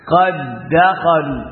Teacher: dal sukun temu dengan dal, maka diidghamkan qad dakhalu.